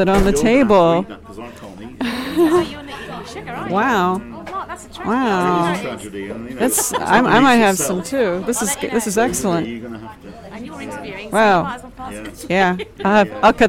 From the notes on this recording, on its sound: at a restaurant, shortly before the band’s gig at Sebright Arms